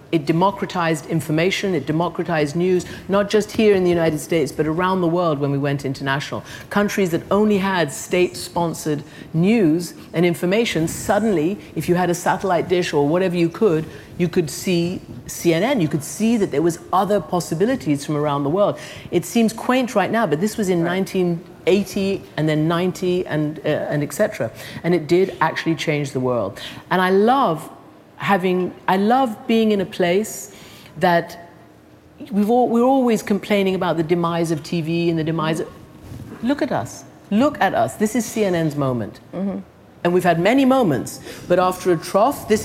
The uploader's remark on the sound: Live from SXSW. Speaking in front of a live audience at South By Southwest 2018.